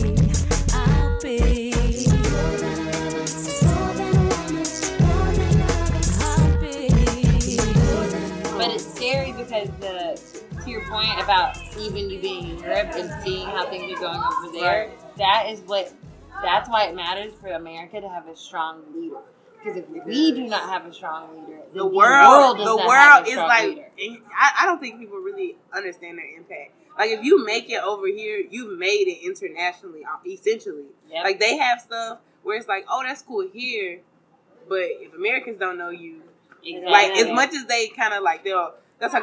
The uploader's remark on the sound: The ladies meet in a noisy location in Atlanta to bring you an August episode. Please excuse the noise!